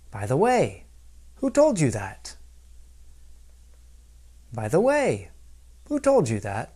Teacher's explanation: my intonation rises after the introductory words, by the way, and falls at the end of the main part of the sentence